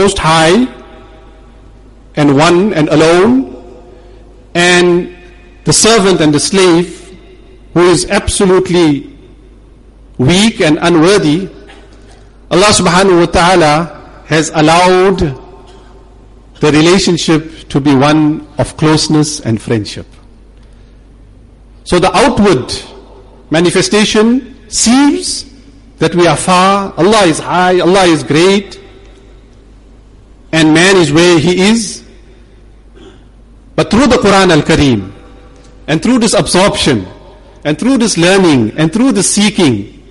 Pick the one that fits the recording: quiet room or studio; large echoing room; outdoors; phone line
large echoing room